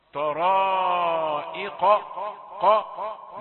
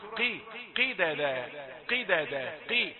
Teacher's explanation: ثم عندي قاف مفتوحة وقاف مكسورة وهناك فرق طبعا في مراتب التفخيم. قاف المفتوحة يعني أقوى في تفخيمها من القاف المكسورة طرائق ق لكن القاف المكسورة قي قيدادا قيدادا قي يبقى ق وقي.